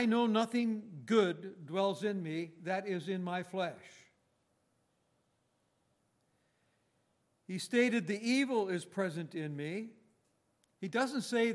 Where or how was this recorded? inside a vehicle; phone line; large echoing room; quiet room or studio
large echoing room